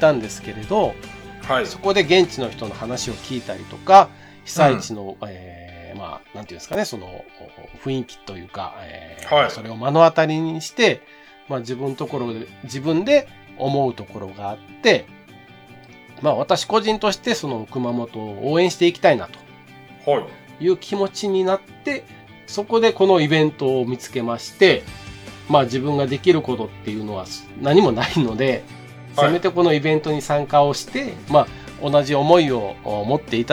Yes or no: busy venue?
no